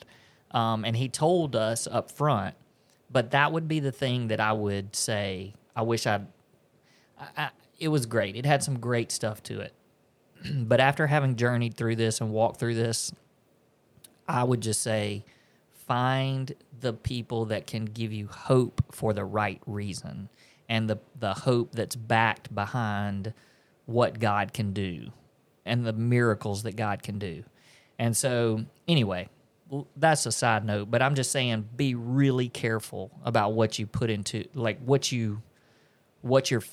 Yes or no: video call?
no